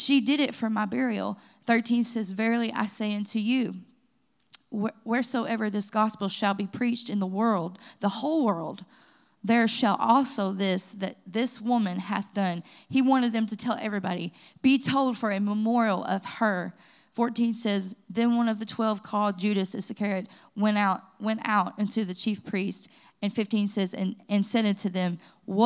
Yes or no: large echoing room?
yes